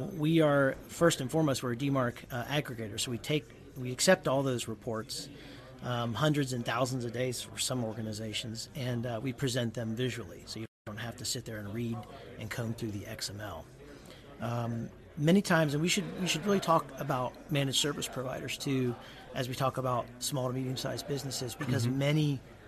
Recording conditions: busy venue